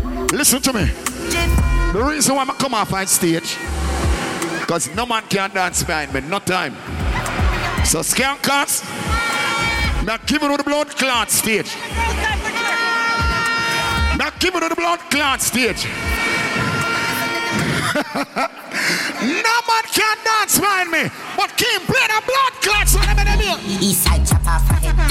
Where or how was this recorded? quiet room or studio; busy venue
busy venue